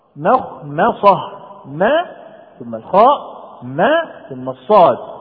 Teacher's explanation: احذر من تفخيم الميم في كلمة مخمصة